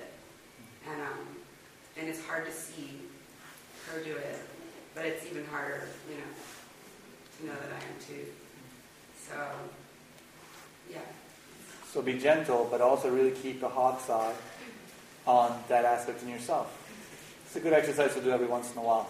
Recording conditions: poor sound quality